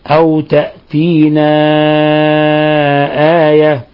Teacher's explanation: حرف المد في كلمة، في كلمة تأتينا، والهمز في الكلمة الأخرى آية، فنمد الألف من 4 إلى 5 حركات. أو تأتينا آية، وآية الهمزة هنا مد بدل، فليس لحفص فيها إلا القصر، بل ليس لسائر القراء ما عدا ورشا إلا القصر.